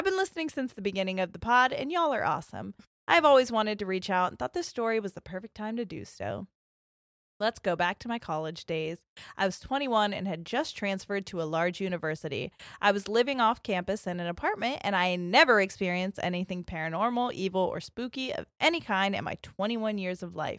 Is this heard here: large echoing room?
no